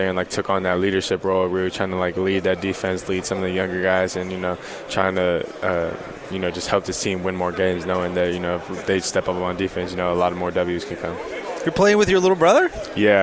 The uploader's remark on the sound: live from Pac 12 Media Day